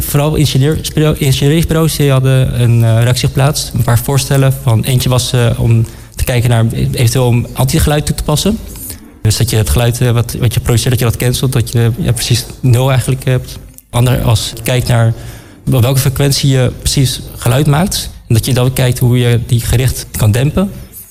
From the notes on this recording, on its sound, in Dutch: Een van de events op de Floriade Expo-terrein vond plaats op 17 mei: het Floriade Hub Café. Een live-radioprogramma vanuit de Green Innovation Hub in The Natural Pavilion met muziek en aansprekende gasten uit de wereld van tech en innovatie.